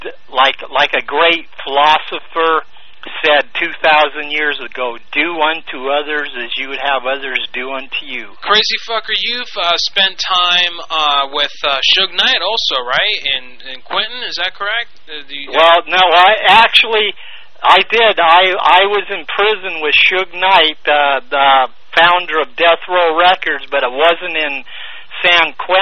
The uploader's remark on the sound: Personal Prank Phone Calls Collection